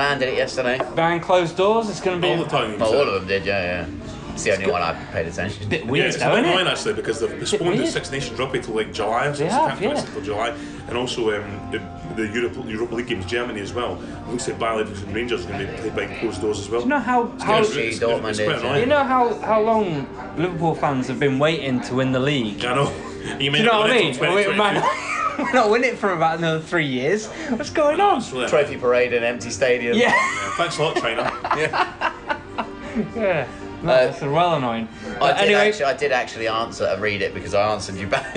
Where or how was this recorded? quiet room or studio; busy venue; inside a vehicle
busy venue